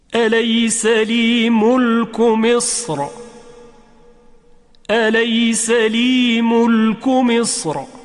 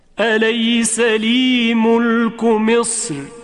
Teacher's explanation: اما بعضی از علمای تجوید گفتند چون قبل از حرف را ساکن در وقف حرف صاد که از حروف استعلا و اطباق هست و حرفی است که درشت ادا میشه، این حرف وجود داره، بنابراین حرف را هم به تبع اون تفخیم میشه در وقف. یعنی اگر بر مصر وقف کردیم دو وجه اینجا وجود داره، یکی تفخیم را و دیگری ترقیق را